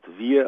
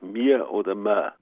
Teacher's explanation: Also mal sicher nicht wir, weil kein Mensch, der Bayerisch spricht, je das Wort wir als wir ausspricht, sondern immer als mir oder ma · Shown in: second take · Also das W ist fehl am Platze.